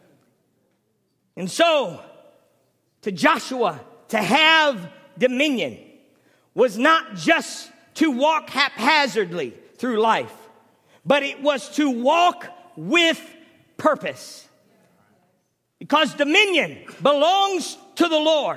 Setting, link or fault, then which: setting, large echoing room